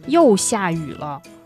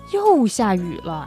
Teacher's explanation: I stress a lot of tones on the 又, which means I'm really frustrated · Shown in: second take